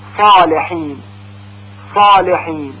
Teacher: با این تفاوت که در صاد به خاطر اینکه زبان به طرف سقف دهان میل پیدا میکنه و بالا میره، یعنی در واقع به خاطر وجود دو صفت استعلاء و اطباق، صدای صاد درشت‌تر شنیده میشه